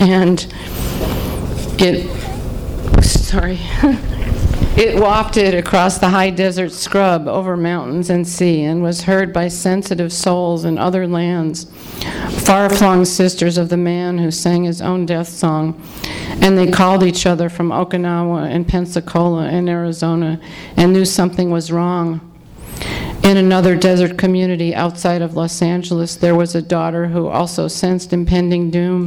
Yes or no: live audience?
yes